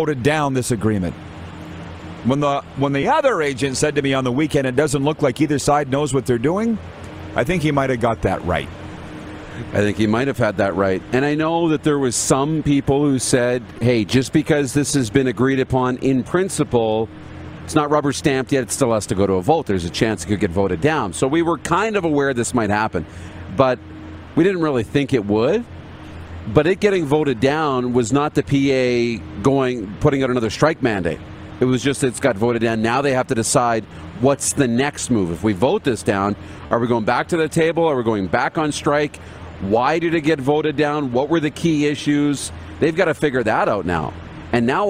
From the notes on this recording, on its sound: We are LIVE from the city of Estevan, Saskatchewan for the 2022 Centennial Cup Junior Hockey Championship